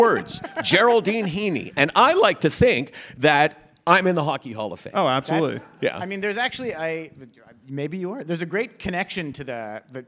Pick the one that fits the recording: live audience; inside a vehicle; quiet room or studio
live audience